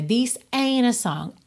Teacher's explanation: você vai do N direto pro A